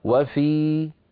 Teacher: لو وقفت على وفي أقول وفي بمقدار حركتين لا غير